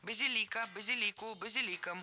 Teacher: Правильный вариант – базилика. Ударение ставим на третий слог, и там его сохраняем во всех формах.